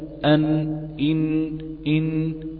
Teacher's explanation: طب ده مخرج الميم واقتنعنا هات لنا مخرج النون تقول أن طرف اللسان مع ما يحاذيه من الحنك الأعلى، قل إن شئت مع ما فوق أصول الثنايا العليا، تقول أن إن نفس الكلام. طرف اللسان يغلق المخرج مع ما فوق أصول الثنايا العليا، فيخرج الهواء سريعا يصطدم بالإغلاق فلا يجد مكانا يخرج منه، فيرجع إلى الخلف ويعد الخروج مرة أخرى من الخيشوم. فالغنة هو مركب في جسم النون والميم، وهو يشبه صوت الغزال إن ضاع منها ولدها.